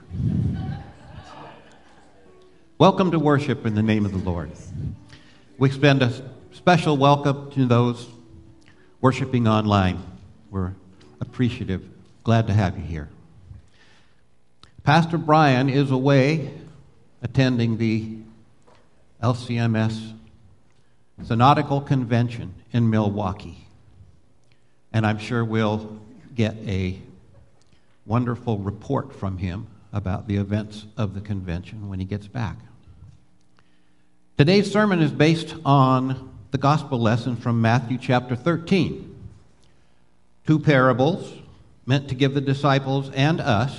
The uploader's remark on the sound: Live Worship Service